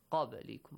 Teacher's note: قبلكم، bouncing sound, echoing sound on ba · Term: قلقلة